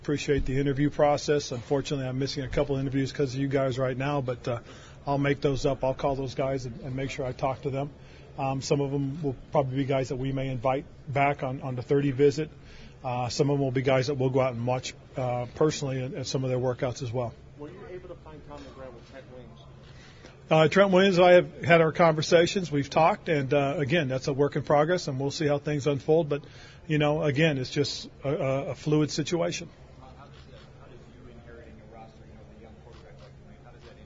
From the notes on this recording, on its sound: held a press conference from the NFL Combine